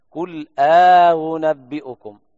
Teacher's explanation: طبعا يقرأ قالون وأبي جعفر وأبي عمرو بإدخال ألف الفصل بين الهمزتين، قل أنبئكم، حقق الهمزة الأولى الكل مجمع على تحقيقها، الثانية فيها التسهيل وتسهل من جنس حركتها